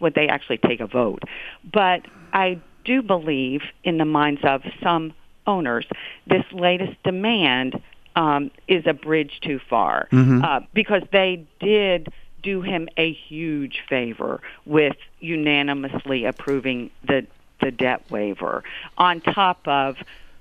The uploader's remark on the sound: phones